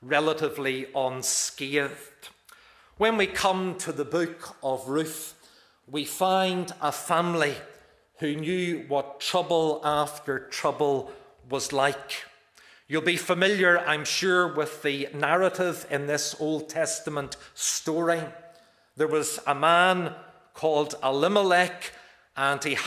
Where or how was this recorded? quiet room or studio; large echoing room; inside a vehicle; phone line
large echoing room